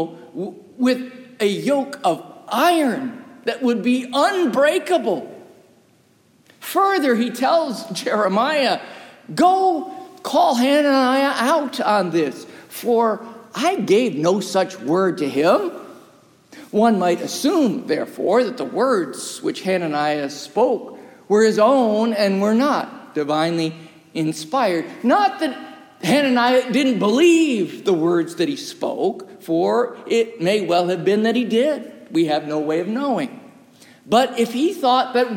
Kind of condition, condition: setting, large echoing room